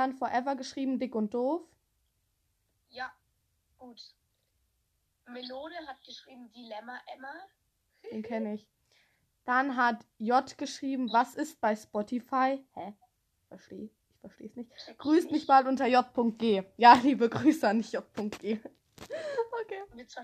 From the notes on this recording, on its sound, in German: Sorry wenn die Tonqualität so schlecht ist.